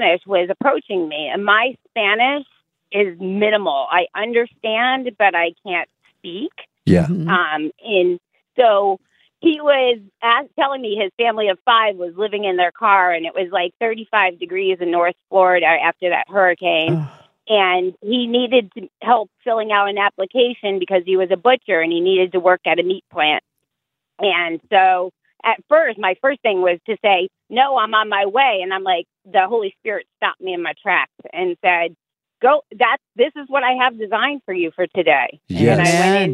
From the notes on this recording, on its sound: This morning, listeners phoned